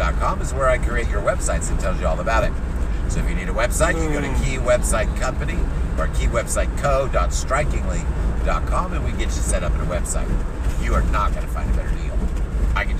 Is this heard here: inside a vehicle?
yes